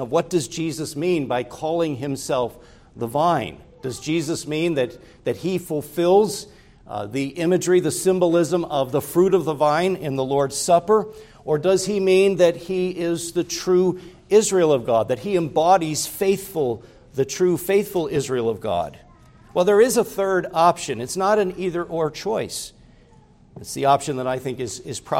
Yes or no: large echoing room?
yes